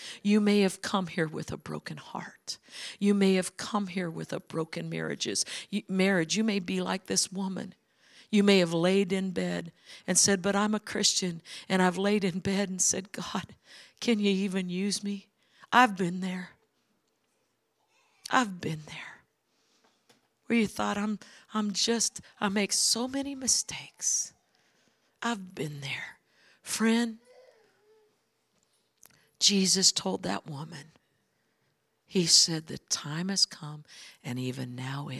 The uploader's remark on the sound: is from the Sunday service on December 10, 2023 at Harvest Bible Church in Stockton, CA.